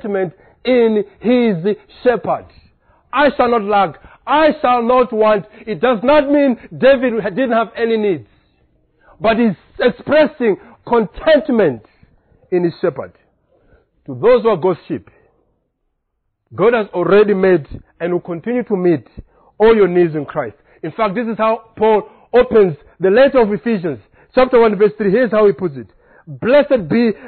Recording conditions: large echoing room